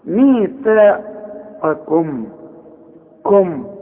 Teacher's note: عندي قاف عاليه قوي في التفخيم، وبعدين عندي كاف مرققه. ميثاقكم كم، ورفعنا.